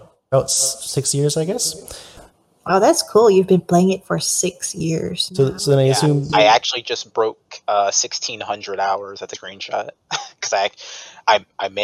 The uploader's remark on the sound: Sorry for the echo.